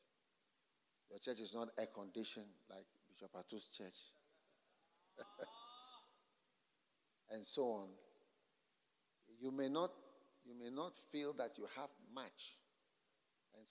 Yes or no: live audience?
yes